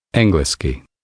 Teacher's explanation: Make sure you're saying eng and not ing at the beginning of the word.